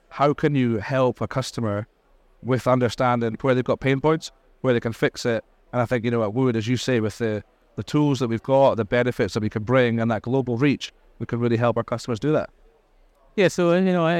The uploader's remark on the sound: Recorded live at Offshore Europe 2023.